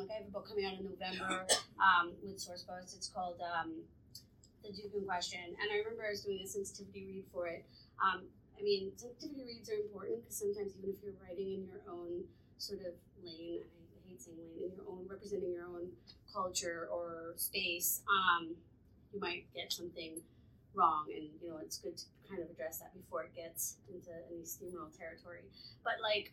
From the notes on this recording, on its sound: Live from the 2022 Historical Romance Retreat in San Diego. This episode was filmed and recorded from an iPhone and is presented unedited (but mastered).